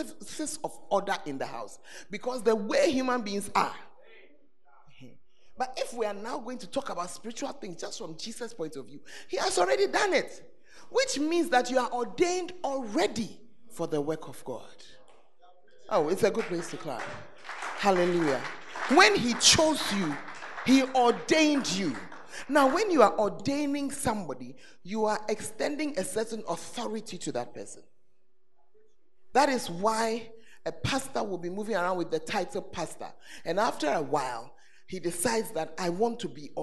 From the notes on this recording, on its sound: Preached at The Art Of Evangelism Conference